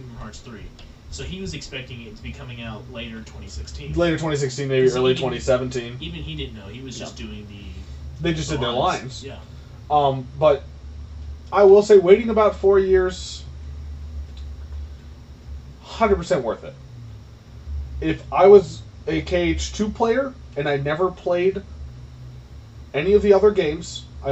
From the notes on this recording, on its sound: I am sorry the audio is bad. The mic just wasn't picking us up well.